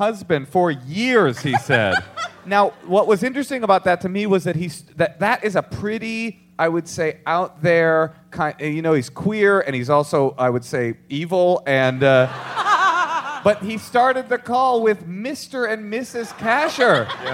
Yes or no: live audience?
yes